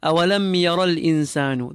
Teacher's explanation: The meme with the sukoon, lam, is followed by a ya. Izhar shafawi is applied here, so no gunna is required on the meme. We complete the meme and continue.